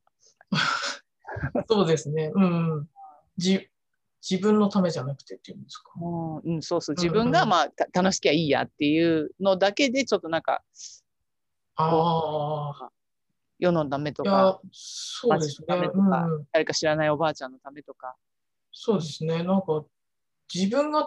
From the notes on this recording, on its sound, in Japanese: 収録場所： オンライン (Zoom)